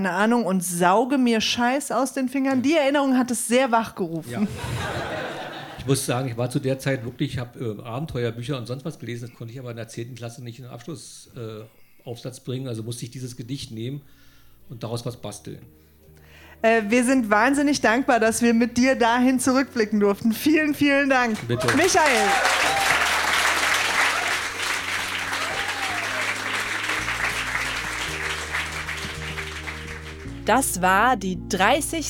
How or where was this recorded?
live audience